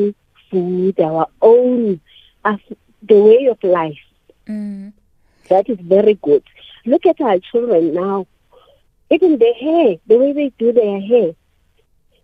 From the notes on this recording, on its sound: we are joined on the line